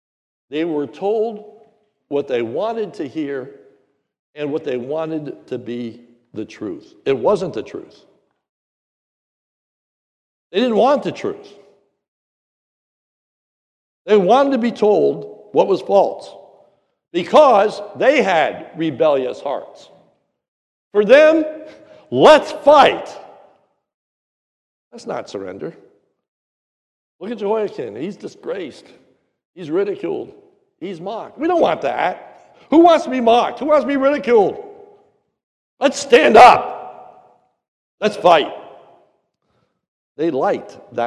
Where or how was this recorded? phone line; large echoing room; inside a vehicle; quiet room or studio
large echoing room